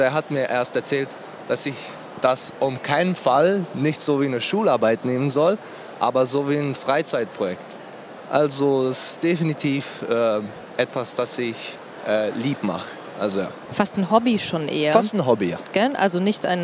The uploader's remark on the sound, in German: Live auf der ITB 2023 fanden die Sport- und Kultur-Talks statt